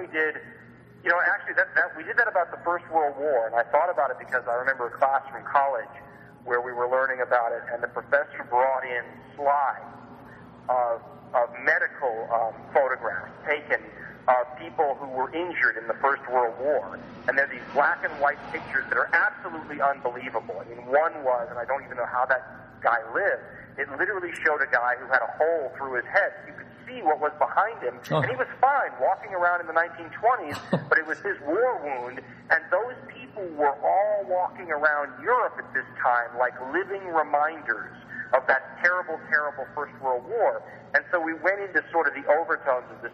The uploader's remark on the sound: Phone Guest